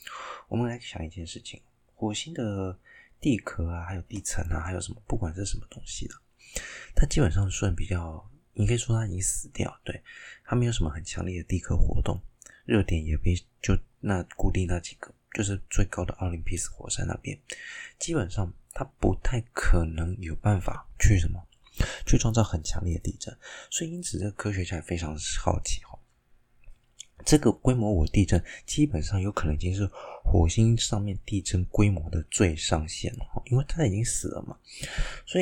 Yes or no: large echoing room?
no